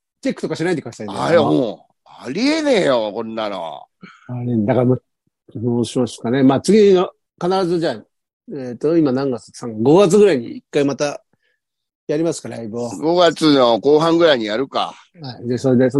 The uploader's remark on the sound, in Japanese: ZOOMで収録